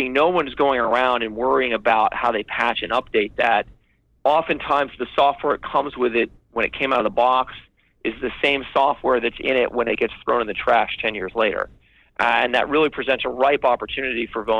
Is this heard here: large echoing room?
no